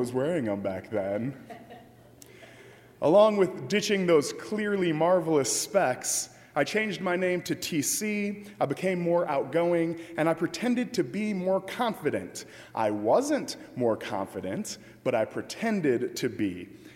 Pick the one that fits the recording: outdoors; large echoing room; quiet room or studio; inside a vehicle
large echoing room